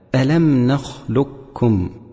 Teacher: إذا سكنت القاف وأتى بعدها كاف، وذلك في قوله تعالى ألم نخلقكم، وجب إدغامها من غير خلاف في ذلك، وإنما الخلاف في إبقاء صفة الاستعلاء